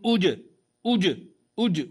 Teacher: واضح سامع صوت الجيم مقلقلة في الابتداء